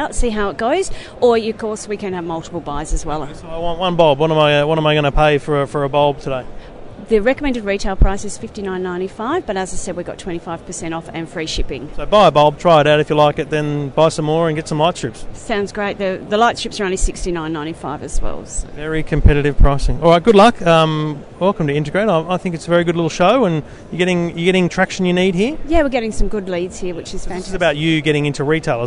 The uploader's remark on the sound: Recorded LIVE on the show floor at Integrate 2015 in Melbourne